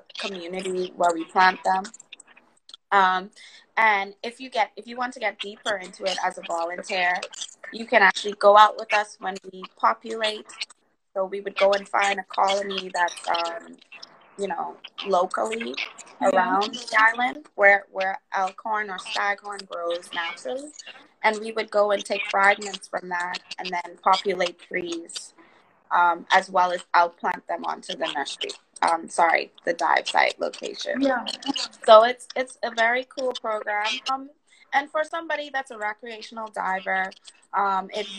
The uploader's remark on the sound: This podcast is created from Instagram Live recordings